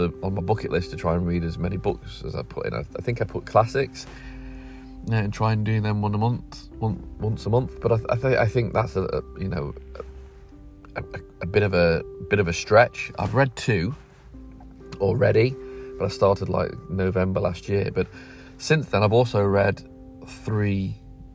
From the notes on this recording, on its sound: Just sitting in the car over 3 days and just chatting